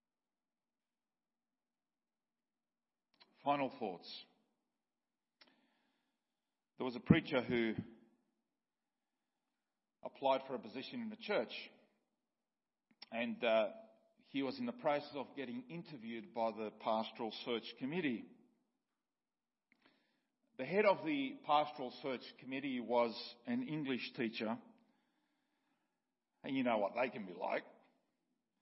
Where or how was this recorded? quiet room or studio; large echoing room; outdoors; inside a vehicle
large echoing room